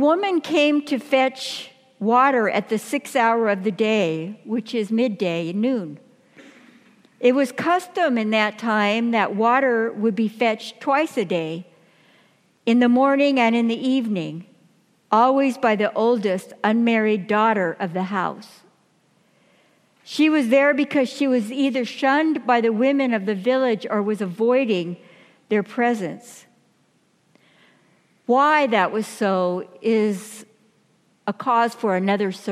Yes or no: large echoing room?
yes